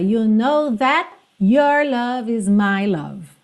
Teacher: Ela canta dando uma fechada mesmo no that, esse T consoante oclusiva, encerrando a palavra.